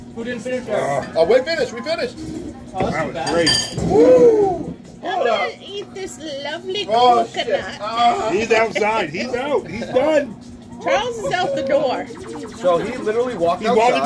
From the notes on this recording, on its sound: Live from ritchies